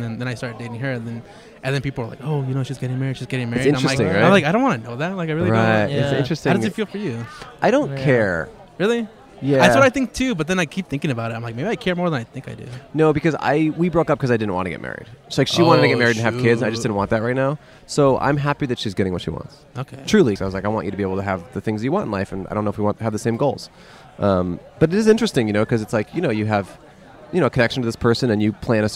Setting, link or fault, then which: setting, busy venue